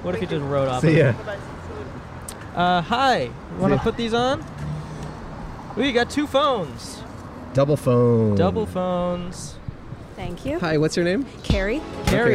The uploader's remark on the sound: Recorded on Hill Street in Downtown Los Angeles.